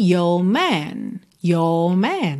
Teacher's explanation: Também não enrolou o R aqui no your